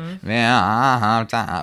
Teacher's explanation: The accent is right there on the last syllable, and that is correct, even though it normally sounds wrong.